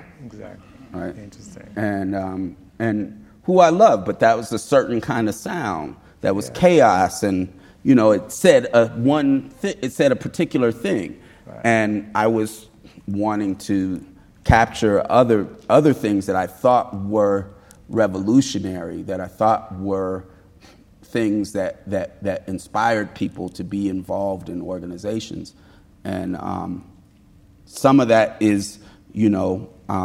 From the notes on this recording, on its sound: Recorded at the Lensic Theater in Santa Fe, New Mexico on September 11, 2019. Recorded at the Lensic Theater in Santa Fe, New Mexico.